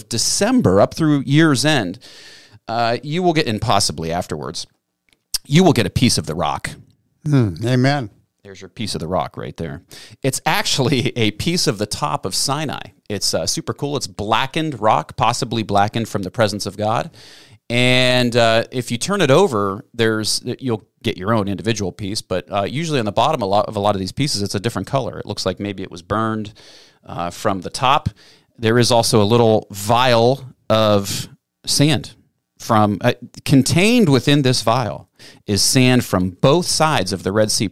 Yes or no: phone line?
no